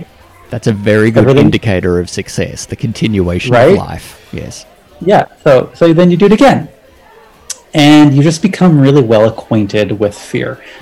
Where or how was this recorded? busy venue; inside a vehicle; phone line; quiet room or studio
busy venue